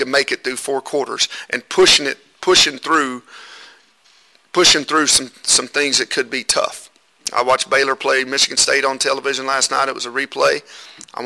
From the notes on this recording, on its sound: Q&A from KU football media day (Press Conferences & Post-Game Interviews).